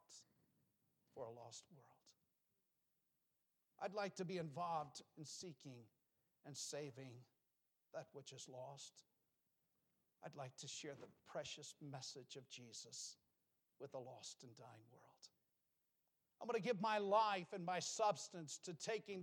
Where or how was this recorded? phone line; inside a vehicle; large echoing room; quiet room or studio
large echoing room